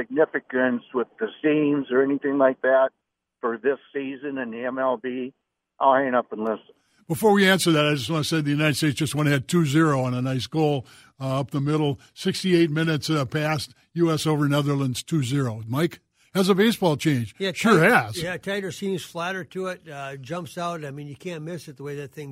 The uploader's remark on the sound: Open up the phone lines and take your sports questions.